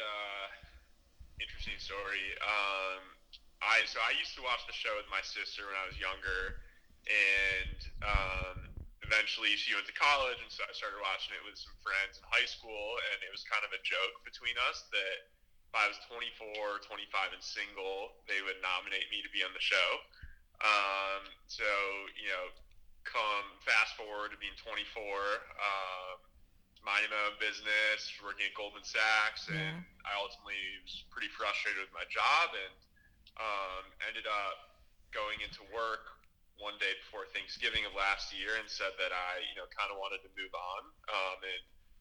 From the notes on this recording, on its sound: we do a 45 minute phone interview